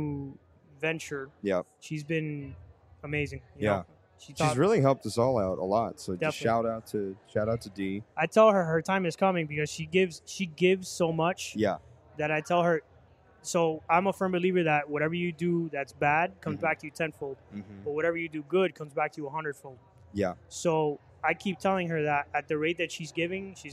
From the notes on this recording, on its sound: Recorded during a special event during Art Basel Miami, we come to you from The Museum of Grafitti. In a special collaboration with Nucleus hub.